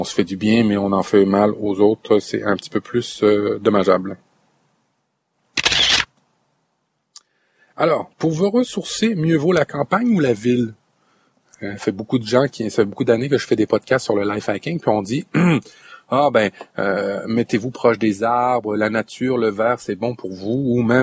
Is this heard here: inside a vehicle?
yes